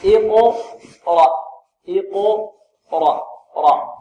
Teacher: الراء هنا ماذا؟ مفخمة لأنها مفتوحة والهمزة مرقق